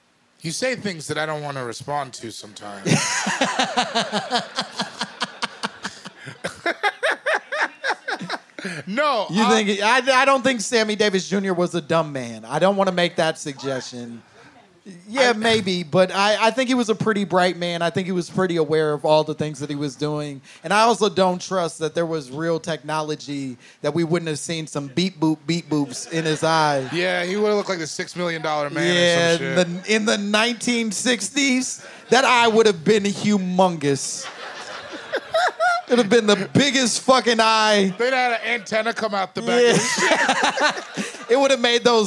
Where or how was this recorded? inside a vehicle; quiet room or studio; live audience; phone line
live audience